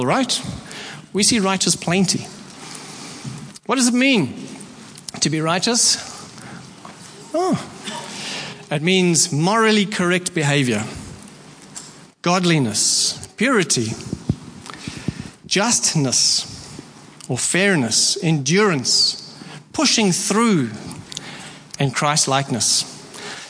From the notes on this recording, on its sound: Preached at Horsham Downs on 28/01/24